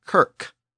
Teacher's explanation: shift those CH sounds at the beginning and the end of the word back to their original K sound, you get kirk